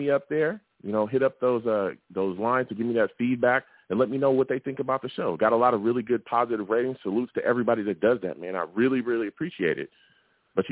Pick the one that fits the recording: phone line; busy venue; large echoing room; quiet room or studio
phone line